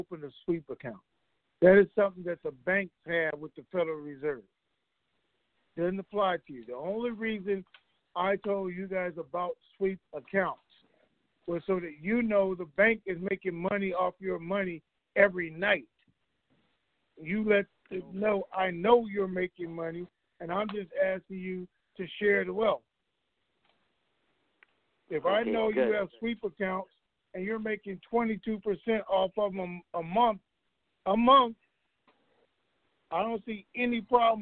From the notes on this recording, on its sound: TNTSuperfantastic Conference Call